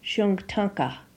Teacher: For example, the horse is called Shunka Tonka. However, the first A is dropped in the word and a more pleasing word is heard in Shunktunka. · Term: euphony